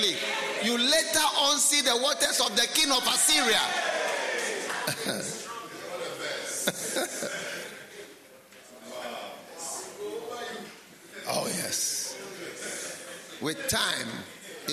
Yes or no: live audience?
yes